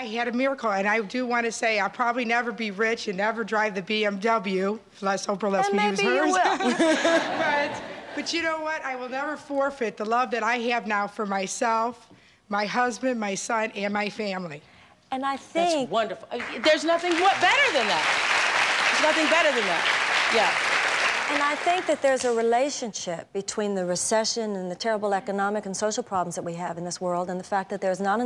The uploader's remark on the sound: answers questions from the audience.